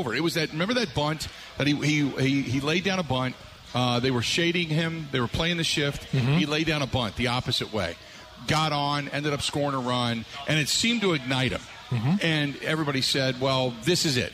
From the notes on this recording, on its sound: live at Steny's